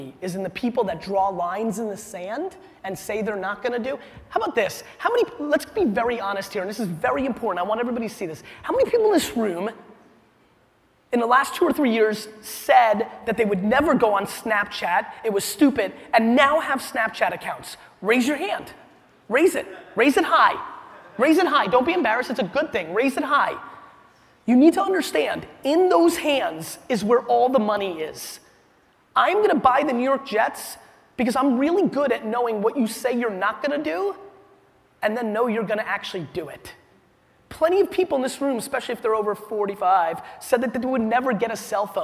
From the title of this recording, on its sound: A keynote: Inman Connect Conference 2016